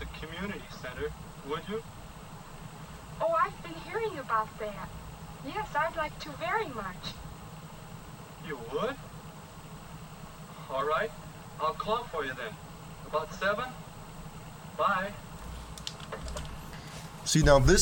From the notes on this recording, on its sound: The video and audio got messed up, so I just used the audio; my apologies.